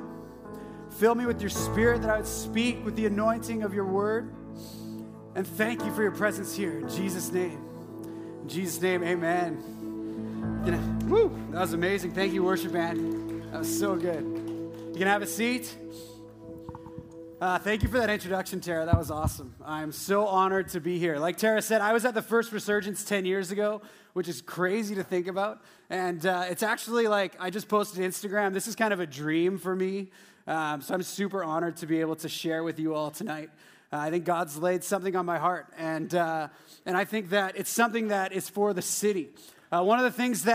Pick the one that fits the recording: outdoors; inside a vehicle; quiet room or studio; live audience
live audience